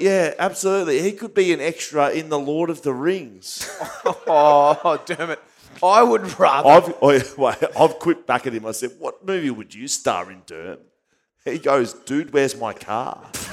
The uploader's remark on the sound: Live at the Paddo. The first ever live BackChat Podcast - doing all the same same, but in front of thousands and thousands.